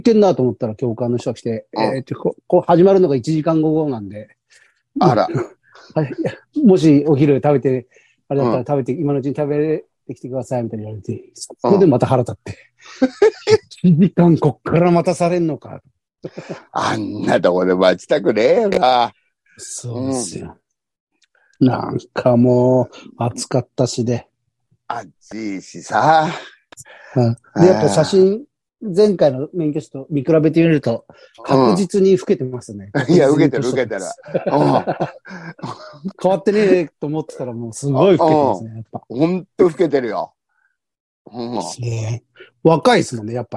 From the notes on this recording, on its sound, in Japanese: ZOOMで収録。